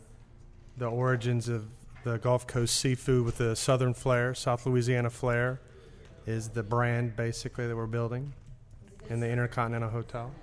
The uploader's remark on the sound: This episode of Midnight Menu 1 was recorded at the NOLA Brewing Tap Room.